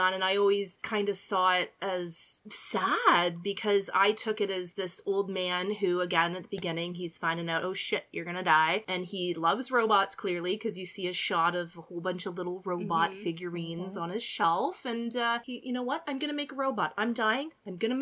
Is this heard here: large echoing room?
no